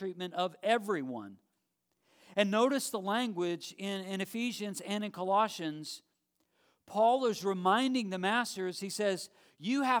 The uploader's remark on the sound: live stream of our Sunday worship gathering at Dublin Bible Church